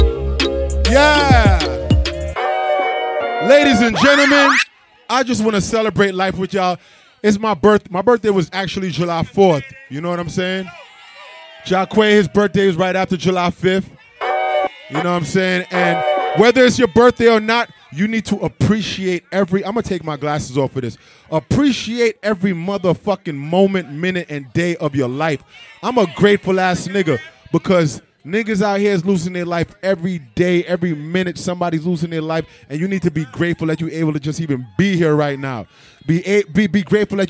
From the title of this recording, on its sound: All White Yacht Party Live